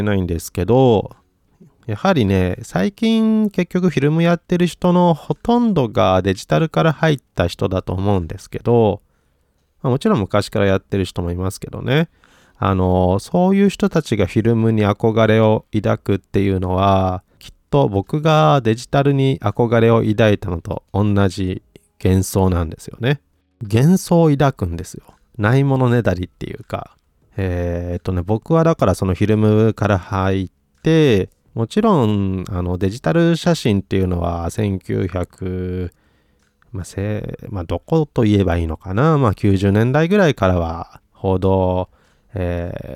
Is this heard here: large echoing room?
no